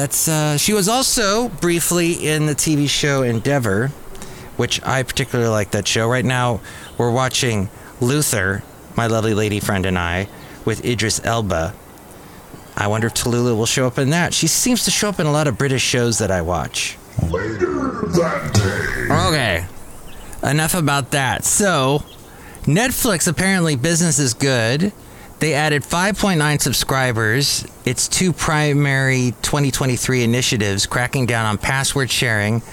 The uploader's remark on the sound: podcasts live from Café Anyway